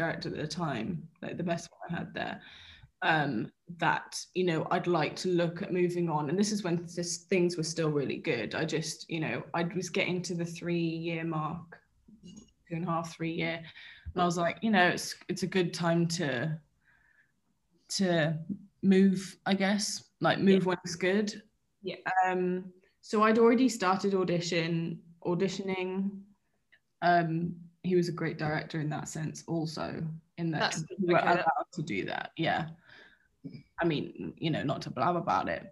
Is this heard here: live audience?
no